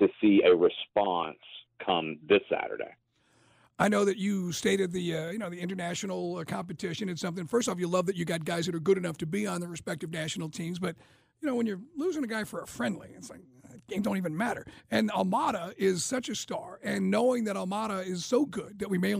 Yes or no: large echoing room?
no